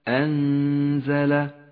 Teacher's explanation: حكم الإخفاء في كلمة أنزل اجتمعت النون الساكنة مع حرف الزاي تخفى النون بحرف الزاي مع بقاء غنة للنون بمقدار 2 حركات من غير تشديد